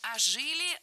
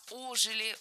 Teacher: Не ожили, а ожили. Ударение в этом слове ставим на приставку. · Shown in: second take